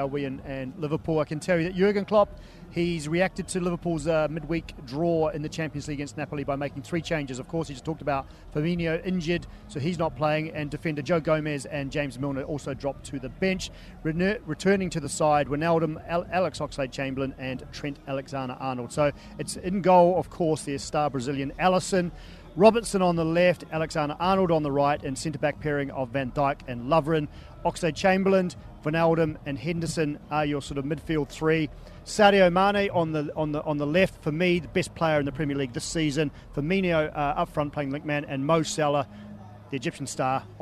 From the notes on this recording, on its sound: From the rooftop garden of Barasti.